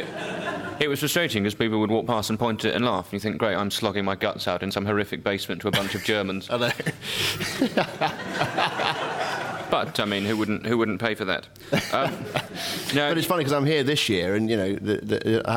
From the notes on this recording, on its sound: Edinburgh festival podcast: The Guardian Live at the Gilded Balloon. Joined on stage at the Gilded Balloon in Edinburgh.